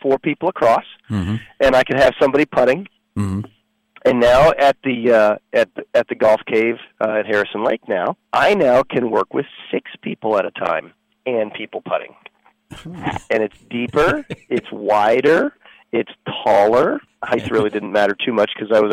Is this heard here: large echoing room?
no